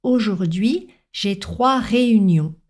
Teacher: on ne prononce ni le N ni le S puisqu'il s'agit d'une voyelle nasale